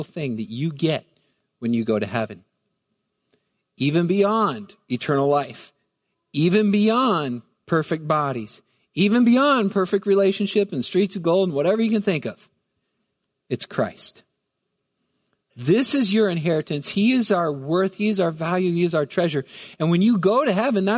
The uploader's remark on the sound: Midland Evangelical Free Church Sermon Audio